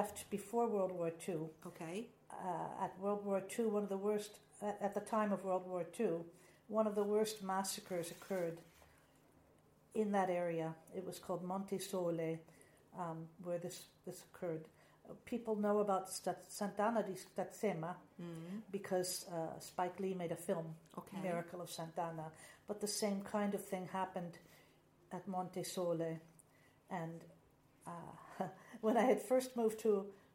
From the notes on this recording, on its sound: I particularly enjoyed recording this episode which took place in the Grapevine office, as you can hear the authentic sounds of Lucca in the background.